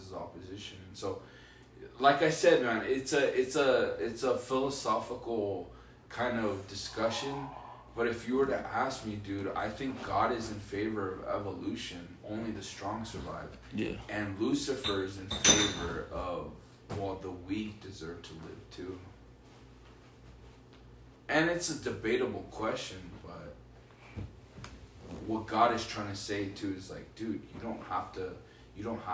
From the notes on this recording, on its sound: In this audio we heard a EVP of something paranormal. In multiple recordings we hear multiple paranormal audio. Towards the end of the audio we were interrupted by paranormal activity with our garbage disposal.